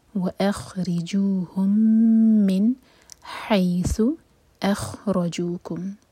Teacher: را پر ہے فتح تو را ہیوی ہوگا